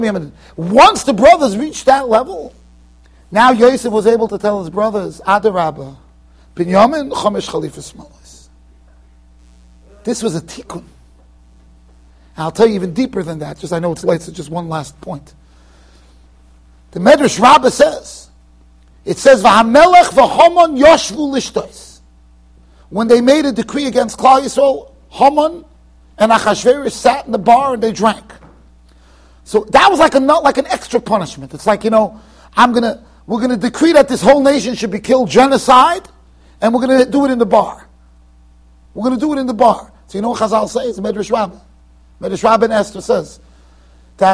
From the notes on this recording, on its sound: Shiur recorded in Yeshivas Ohr Reuven, Monsey NY.